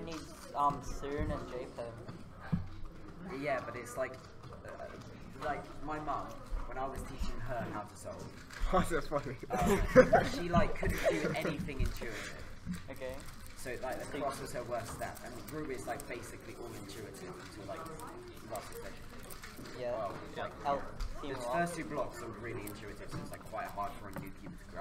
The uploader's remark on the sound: we recorded the scene at New Zealand Nationals 2019